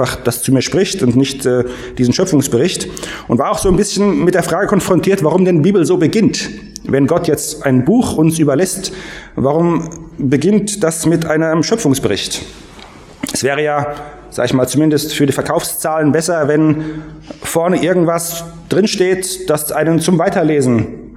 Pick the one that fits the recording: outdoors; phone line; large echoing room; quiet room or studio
large echoing room